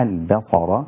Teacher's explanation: الباء لا تأخذ تفخيم الصاد